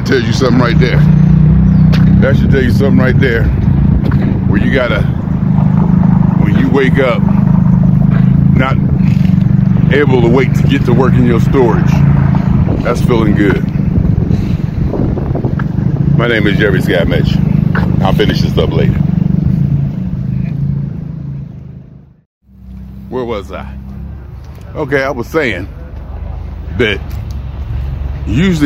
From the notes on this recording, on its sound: Me Walking Talking.